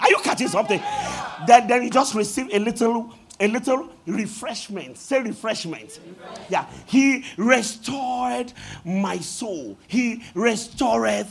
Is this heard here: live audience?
yes